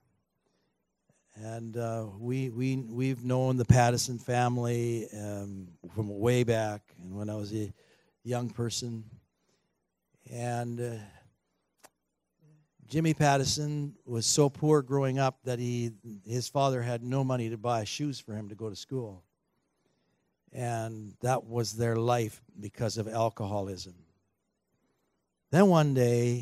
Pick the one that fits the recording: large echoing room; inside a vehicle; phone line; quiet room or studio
large echoing room